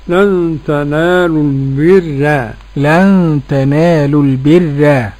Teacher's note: قرأ ورش بترقيق الراء